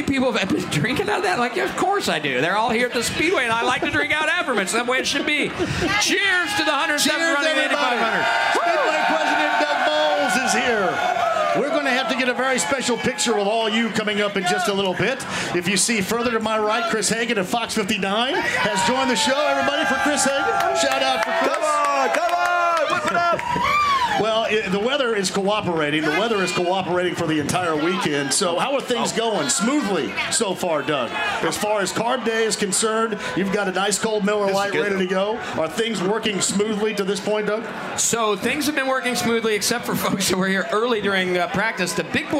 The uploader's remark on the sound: Live at Carb Day From The Indianapolis Motor Speedway!